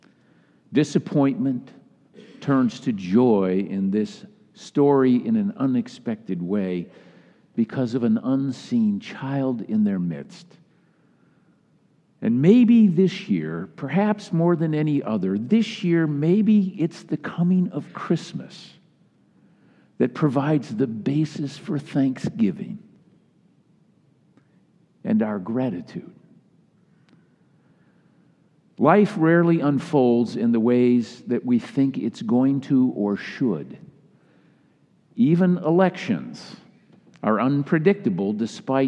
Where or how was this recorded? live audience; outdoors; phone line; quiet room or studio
live audience